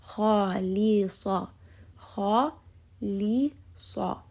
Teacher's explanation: So kha heavy, lam light, swad heavy.